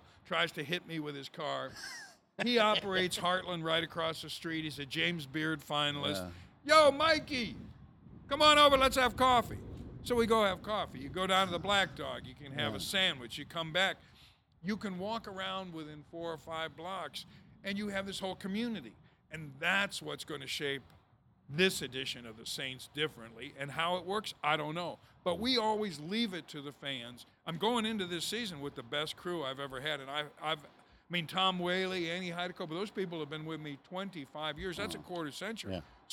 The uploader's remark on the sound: Taped on the overhang of the brand new CHS Field in Lowertown St. Paul, MN.